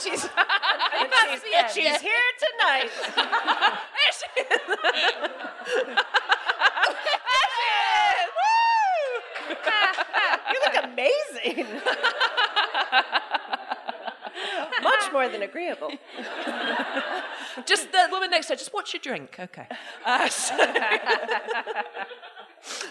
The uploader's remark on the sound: 250 DWSC LIVE. We finally get a member of the audience up on the mic to earn a bottle of cava by sharing a crime story from their lives.